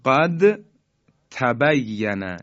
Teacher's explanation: حرف دال و حرف تی دو نقطه هم مخرجن، چون قبلا در بحث مخارج حروف ما خدمتون عرض کردیم که اینا هم مخرجن، دال و تی دو نقطه، اما دارای صفات مختلفی هستند. · Term: ادغام متجانسین